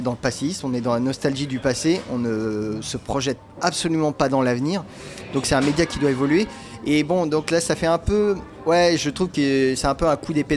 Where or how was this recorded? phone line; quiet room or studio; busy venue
busy venue